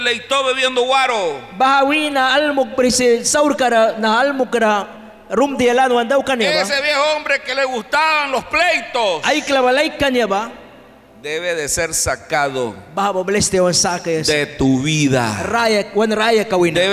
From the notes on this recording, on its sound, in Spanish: en vivo desde la Iglesia Torre Fuerte en Bilwi, Puerto Cabezas Nicaragua